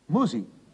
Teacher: Bei der Musik geht das K überhaupt verloren.